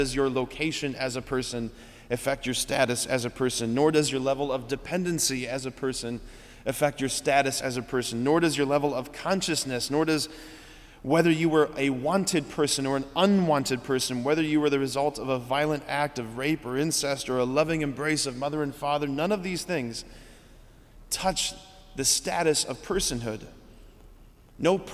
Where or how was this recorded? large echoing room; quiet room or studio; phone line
large echoing room